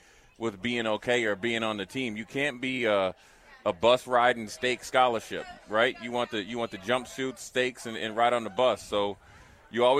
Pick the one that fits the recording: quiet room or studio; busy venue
busy venue